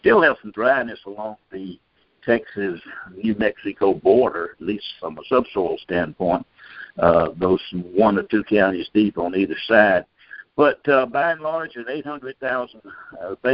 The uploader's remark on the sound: July 2021 Monthly Conference Call